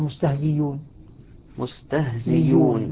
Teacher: ياء مضمومة لأنها جاءت مضمومة بعد كسر